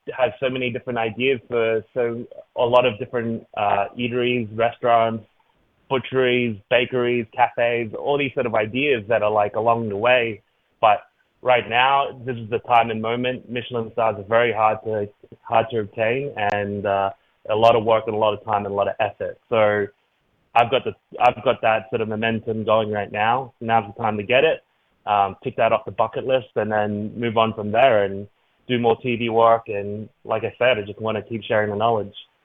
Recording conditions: phone line